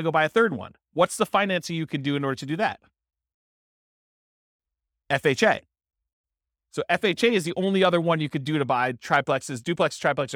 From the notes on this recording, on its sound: This was a live class recorded.